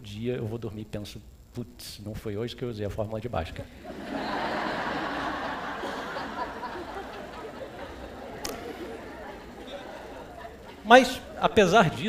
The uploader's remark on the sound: TEDxRioED. This talk was given at a TEDx event using the TED conference format but independently organized by a local community.